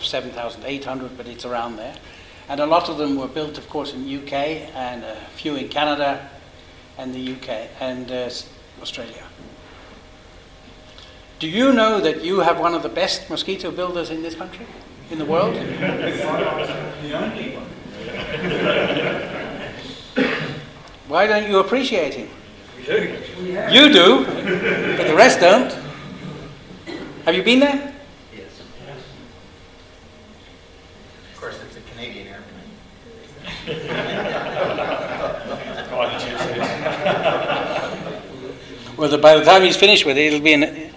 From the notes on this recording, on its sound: Live at the Wings Over New Zealand Forum Meet. Recordings from the Wings Over New Zealand Forum Meet 2014 held at Karapiro, Cambridge, New Zealand.